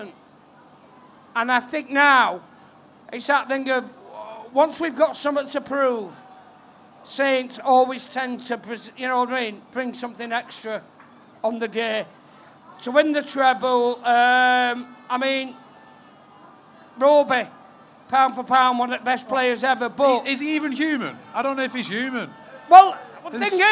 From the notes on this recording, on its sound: Grand Final Live Special. Live from the #GrandFinal.